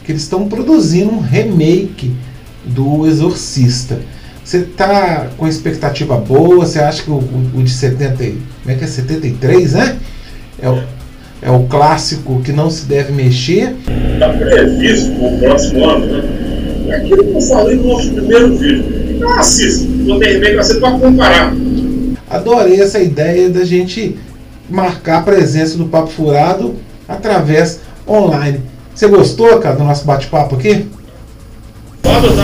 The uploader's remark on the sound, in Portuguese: Desta vez online. Mesmo com um áudio não tão bom, peço desculpas.